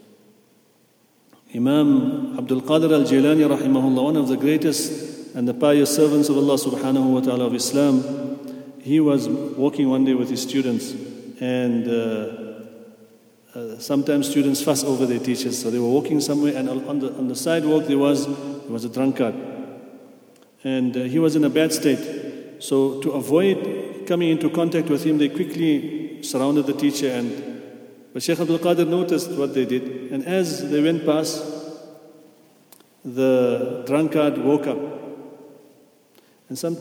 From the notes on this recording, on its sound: at the Houghton Masjid (West Street)